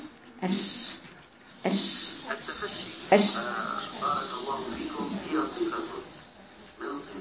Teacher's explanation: الشين حرف ينشأ من وسط اللسان. الشين وسط اللسان حرف مهموس، حرف مهموس وحرف يجري صوته · Term: حرف الشين